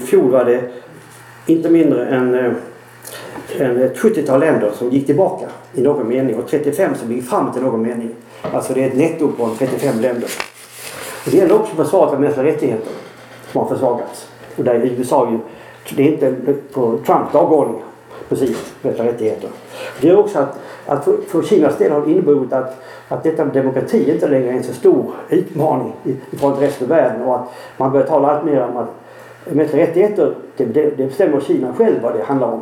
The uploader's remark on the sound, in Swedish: Vi ber om ursäkt för sämre ljudkvalitet då rätt teknik inte fanns tillgänglig.